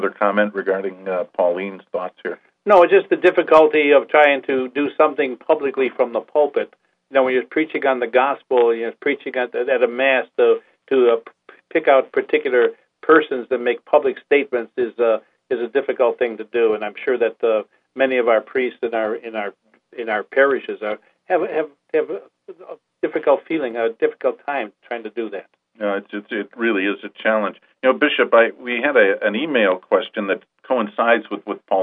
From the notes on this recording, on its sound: on this live call in program which aired 01-20-16